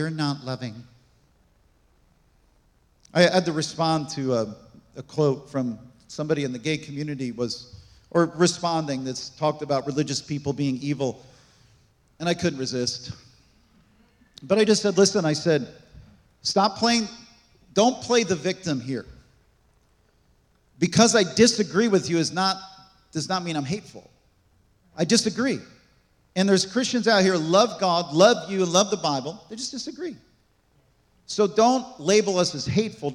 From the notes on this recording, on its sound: This message was recorded on December 24, 2023, at Gateway Church in Richmond, Indiana.